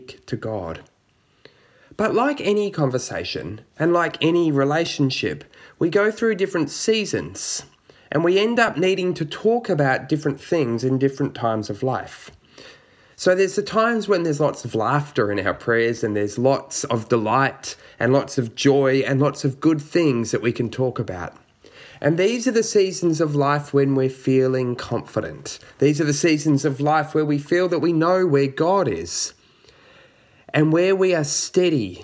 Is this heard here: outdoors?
no